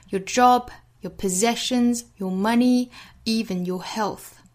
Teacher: 这里面的 your 全都做弱读，是重复性的信息，我们不需要一遍一遍的重读这个词了